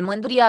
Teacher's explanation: În cuvântul mândria sunt două vocale, I și A, care sunt pronunțate în silabe diferite · Term: hiat